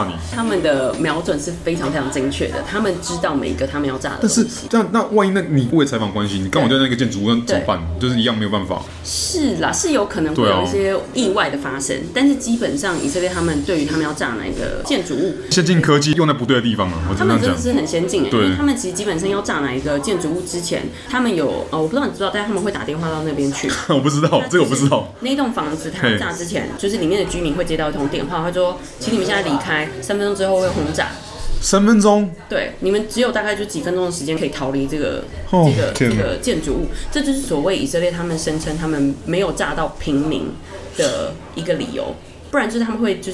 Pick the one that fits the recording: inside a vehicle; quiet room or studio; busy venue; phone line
busy venue